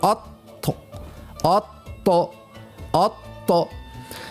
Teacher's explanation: يعني احنا كيف ننطق حرف الطاء نحس اللسان الكل لصق في الحنك الأعلى